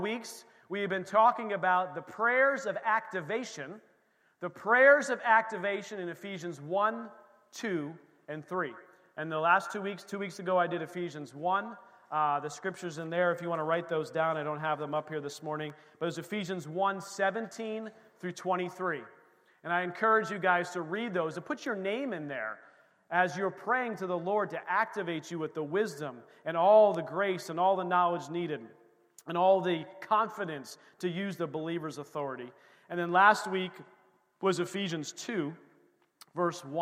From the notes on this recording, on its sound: This recording is of the whole service.